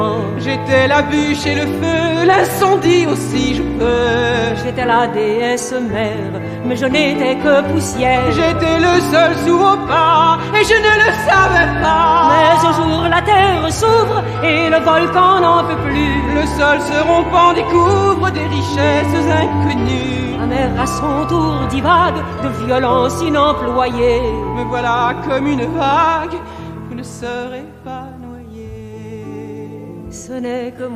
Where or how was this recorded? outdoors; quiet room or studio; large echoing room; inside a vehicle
large echoing room